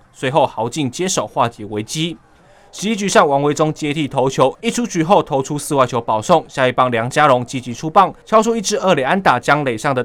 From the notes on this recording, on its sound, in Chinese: 這次我們前往天母棒球場，帶大家感受第七戰的現場第一視角